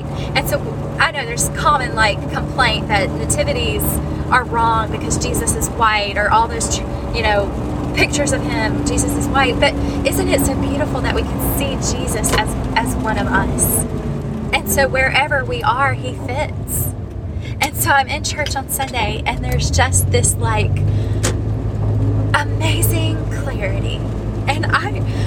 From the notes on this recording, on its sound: I finally pull in my driveway and the road noise quiets.